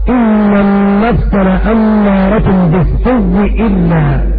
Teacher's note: إدغام الهمزة واو وإدغام الواو في الواو